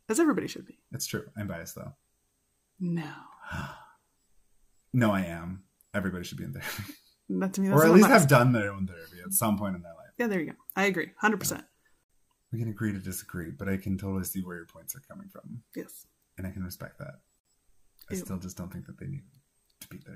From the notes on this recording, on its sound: Sorry about the audio, we're new here!